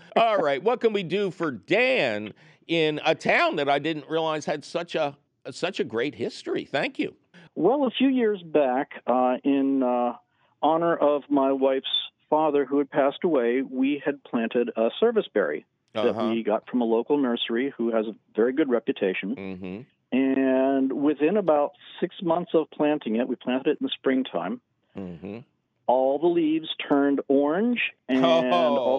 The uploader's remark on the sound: your furry phone calls!